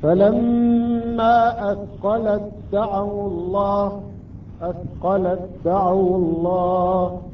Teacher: التاء ساكنة بعدها حرف الدال أدغمت هذه التاء مع حرف الدال